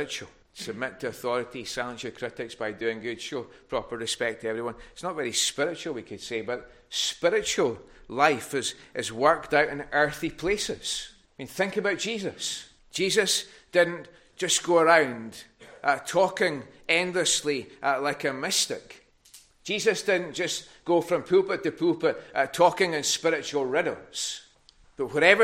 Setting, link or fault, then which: setting, large echoing room